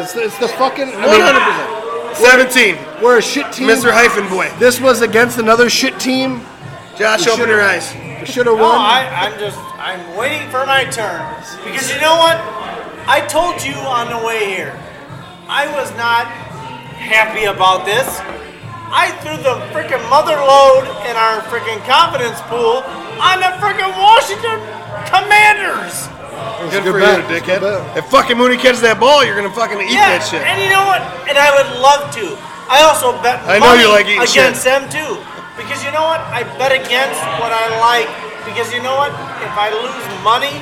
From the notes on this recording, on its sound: We recorded postgame at a bar with a few hooligans